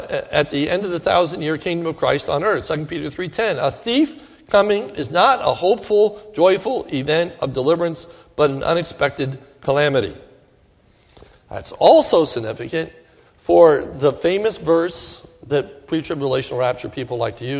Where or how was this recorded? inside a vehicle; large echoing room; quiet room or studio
large echoing room